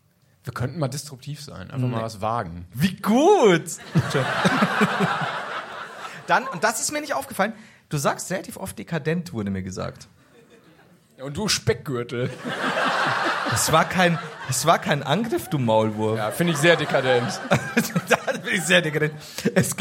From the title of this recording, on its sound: Live in Stuttgart